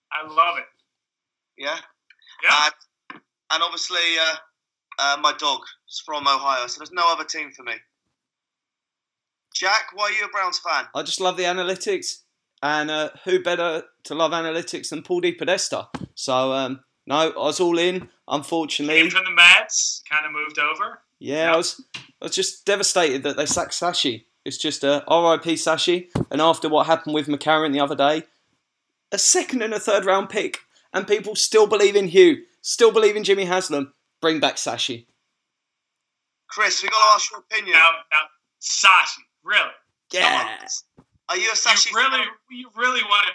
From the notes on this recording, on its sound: 3 way Skype. From Columbus Ohio.